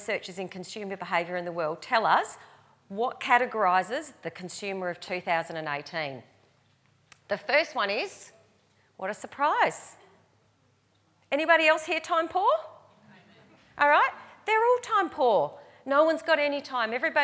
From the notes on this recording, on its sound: recorded live at REBar Camp 2018